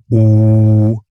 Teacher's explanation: beim U liegen die ersten beiden Formanten recht nah beieinander, also die ersten beiden Obertöne.